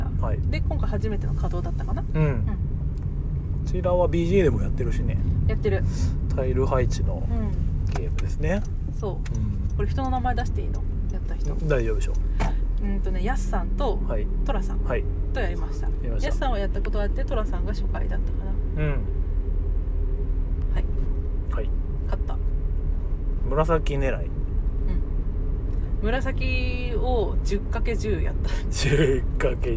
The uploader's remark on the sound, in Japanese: 2023年10月の群馬県館林たぬきゲーム会で遊んできた帰りの車内での収録